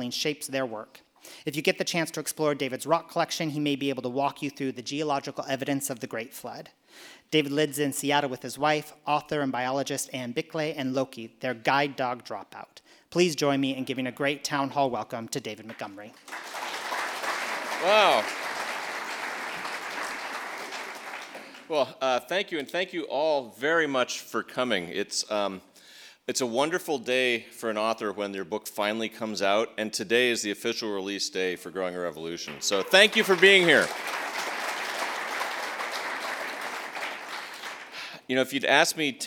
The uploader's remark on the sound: at Town Hall Seattle